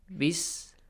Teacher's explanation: whenever we have a kasra before the word Allah, we will pronounce lightly · Term: light lam